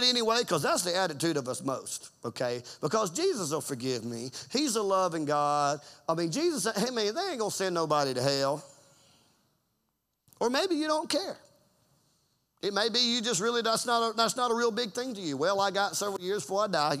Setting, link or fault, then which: setting, large echoing room